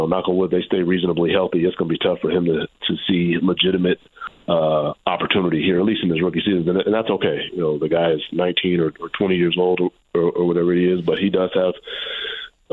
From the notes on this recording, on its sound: take listener phone calls